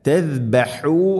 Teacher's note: തസ്ബഹു അല്ല തസ്ദാലെ, തസ്ബഹു ഹു തൊണ്ടയുടെ മധ്യഭാഗം ഹ